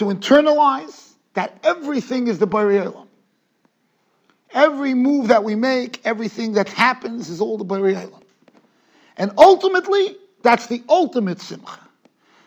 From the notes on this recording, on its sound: Shiur recorded in Yeshivas Ohr Reuven, Monsey, NY.